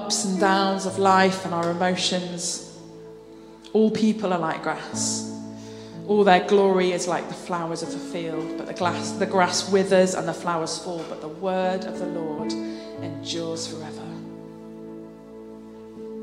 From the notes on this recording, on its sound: Streamed live at St Paul's Shadwell on Sunday, 30 April 2023.